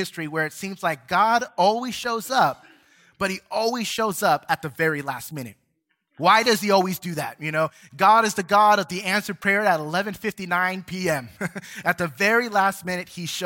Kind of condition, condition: setting, large echoing room